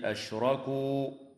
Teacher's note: تفخم الراء وصلا ووقفا في كلمة أشركوا